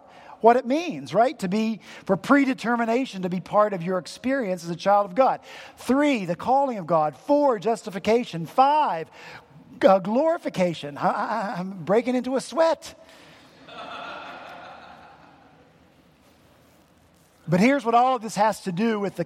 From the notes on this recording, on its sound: At Redeemer Presbyterian Church in Charleston, SC.